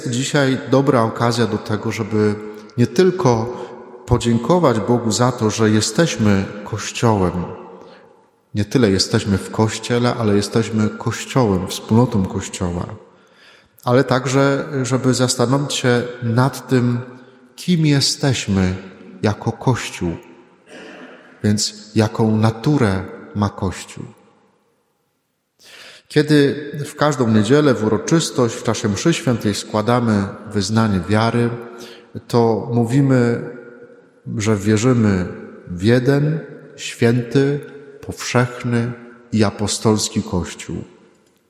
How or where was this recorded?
large echoing room